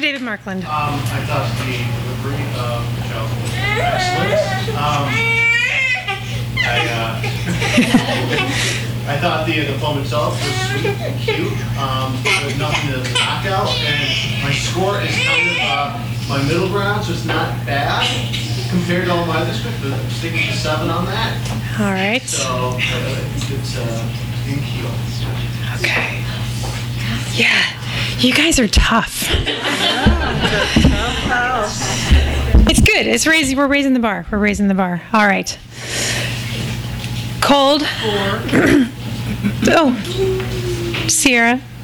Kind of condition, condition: setting, live audience